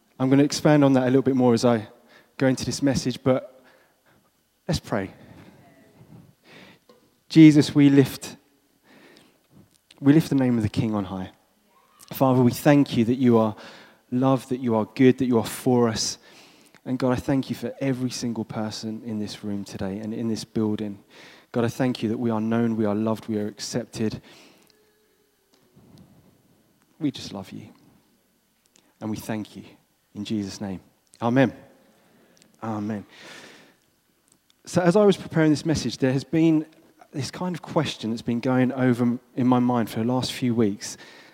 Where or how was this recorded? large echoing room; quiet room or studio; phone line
large echoing room